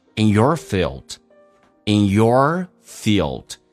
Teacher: In your field,那么 in 不被强调，红色字体标注用降调来发